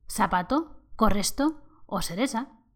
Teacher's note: la C y la Z se pronuncian como una S suave.